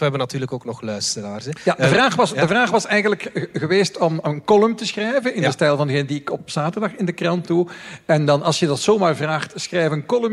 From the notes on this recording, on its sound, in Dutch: Bits&Atomen’ stond vorig weekend live op Nerdland. Dit is de captatie van dat optreden.